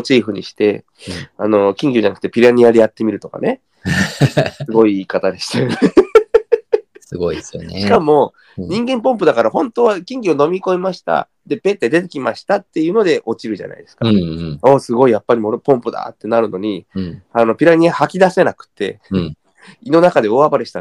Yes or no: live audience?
no